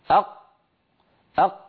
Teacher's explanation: مهما ضغط الإنسان ما ممكن يمر ذرة صوت عند نطق القاف